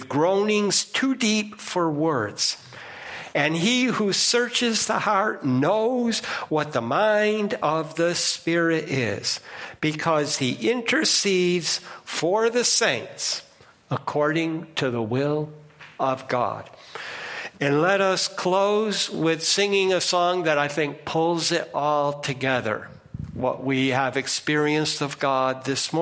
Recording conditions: large echoing room